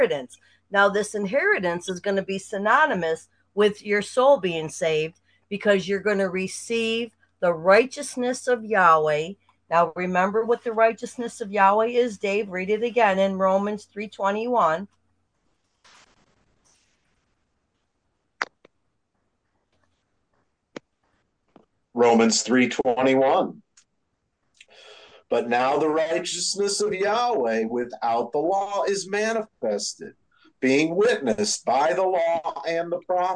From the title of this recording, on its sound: Syracuse Zoom Class